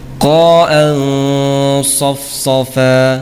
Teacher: Jadi tanwin bertemu dengan sad, ya. Tanwin bertemu dengan sad, maka bunyi nun sukun disamarkan · Term: ikhfa tebal